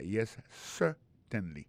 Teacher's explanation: gardez bien pour un mot certainly, accent tombé sur le premier syllabe là · Term: accent tonique